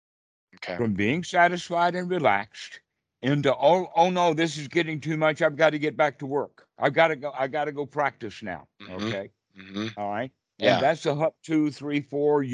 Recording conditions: video call